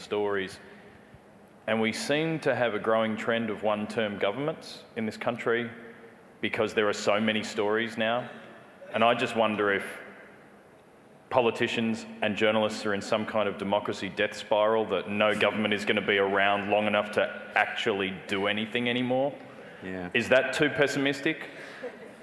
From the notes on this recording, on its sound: Recorded live at Melbourne Writers Festival 2015.